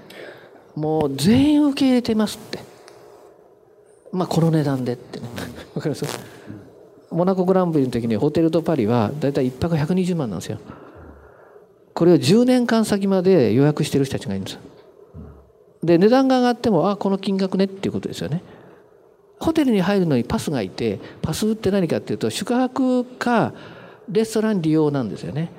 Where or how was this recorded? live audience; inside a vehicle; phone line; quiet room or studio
live audience